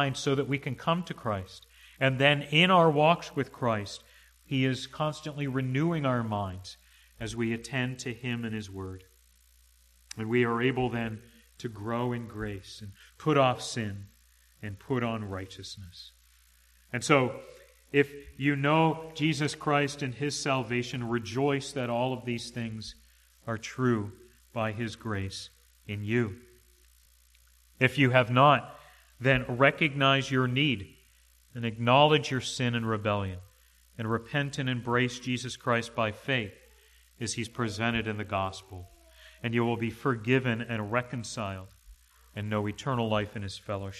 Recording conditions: large echoing room